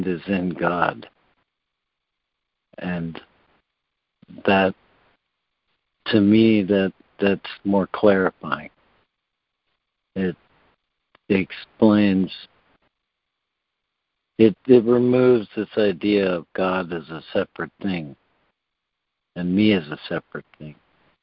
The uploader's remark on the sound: ACIM Daily Conference Call